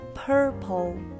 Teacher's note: 有一个 r 的音在里面，所以一定要把舌头翘起来